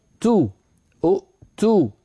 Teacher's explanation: فهنا الحرف الثالث مضموم تو، أؤتو، التاء مضمومة، لذلك نضم همزة الوصل